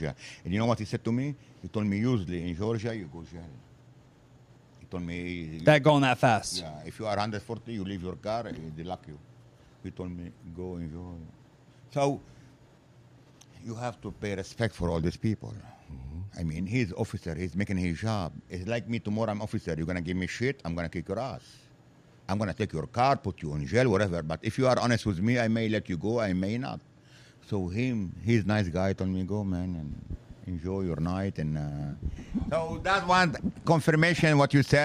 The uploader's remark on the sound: in South Philly at The Rim Cafe